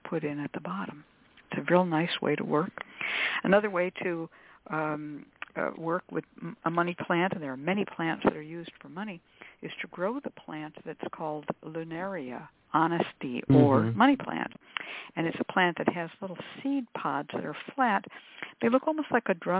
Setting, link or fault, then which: link, phone line